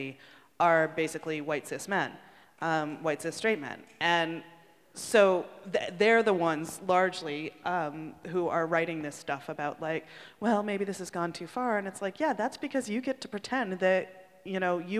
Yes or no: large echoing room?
yes